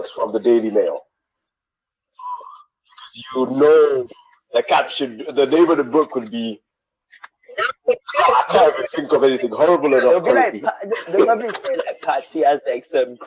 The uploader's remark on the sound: BE AWARE OF SOUND ISSUES.